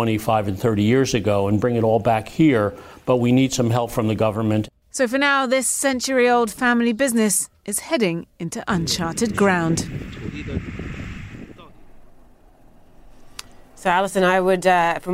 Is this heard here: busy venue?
yes